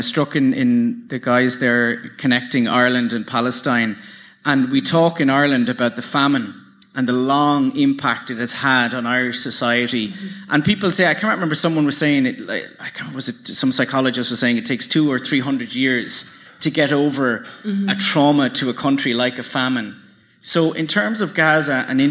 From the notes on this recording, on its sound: Another highlight from the Podcasts for Palestine was the live Reboot Republic conversation